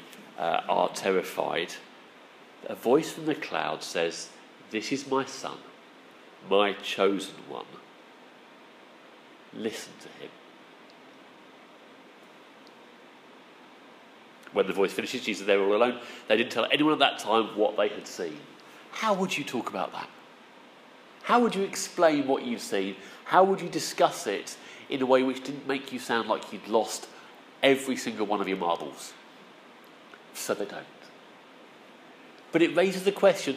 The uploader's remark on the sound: Our sermon from the 9am service